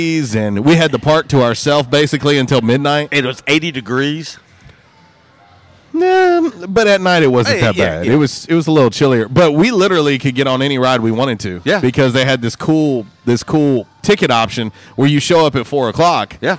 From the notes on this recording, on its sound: LIVE from J’Town’s Grill! On 95.3 The Ticket/AM-970, Ritter Communications Tubetown 21!